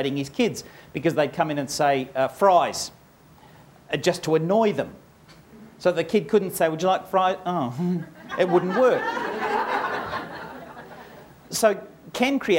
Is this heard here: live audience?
yes